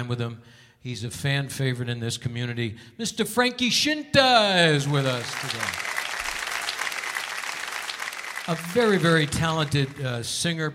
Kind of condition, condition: setting, live audience